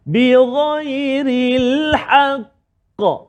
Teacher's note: Sebab atas dia ada sabdu dan kita wakaf lah dekat dia kita berhenti pada bacaan dia maka dia akan jadi qalqalah kat situ qalqalah kubra yang paling tinggi lantunan dia kerana ada sabdu dan kita wakaf kat dia